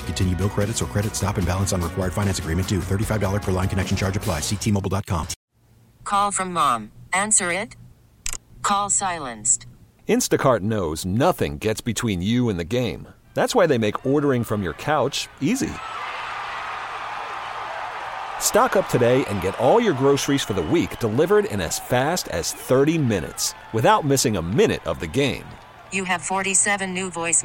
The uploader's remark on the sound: live from Cubs Convention